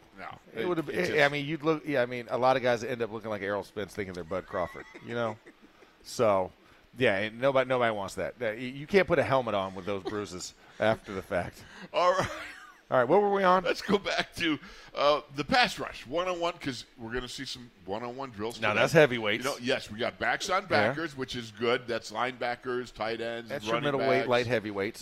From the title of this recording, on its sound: In the Locker Room Live from Steelers Camp Day 5